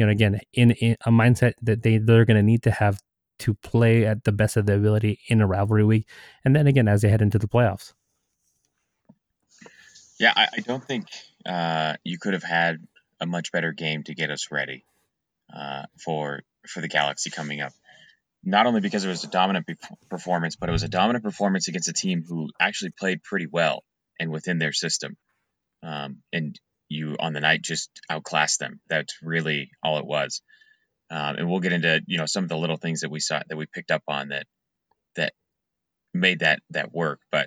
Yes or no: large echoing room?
no